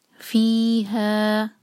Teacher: فی اور ہا دونوں دو دو حرکہ